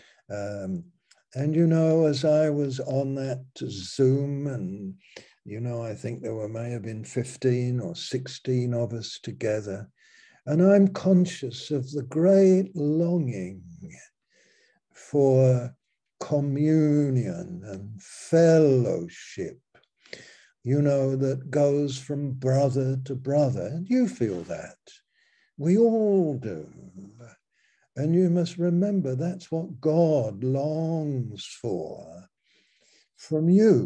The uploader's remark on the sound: Malaysia Meets (Zoom)